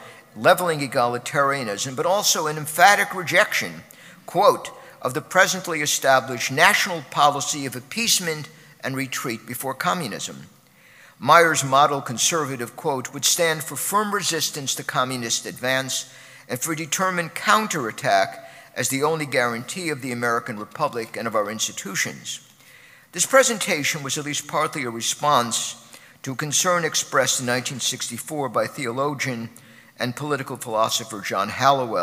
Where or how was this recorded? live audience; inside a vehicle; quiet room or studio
live audience